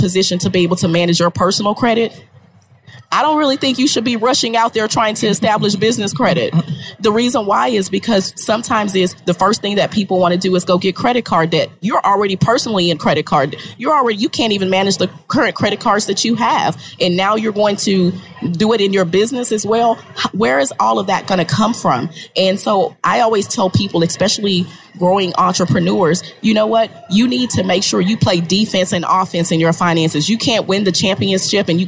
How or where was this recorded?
busy venue